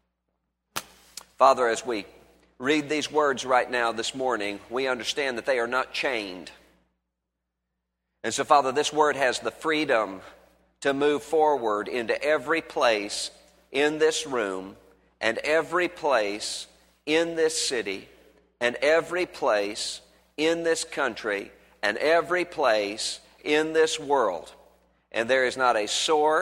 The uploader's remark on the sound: was originally preached on Sunday, February 20, 2011 at Highview Baptist Church in Louisville, Kentucky.